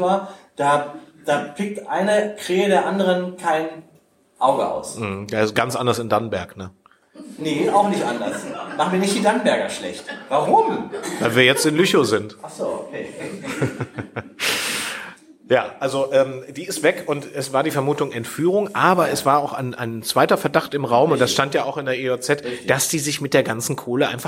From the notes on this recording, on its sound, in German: Blumenkrieg in Lüchow (Live Aufnahme). Zu Gast in Lüchow und haben vor Ort Live diese Folge aufgenommen.